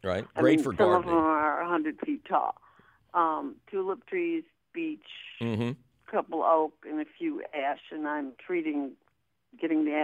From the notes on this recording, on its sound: takes your phone call questions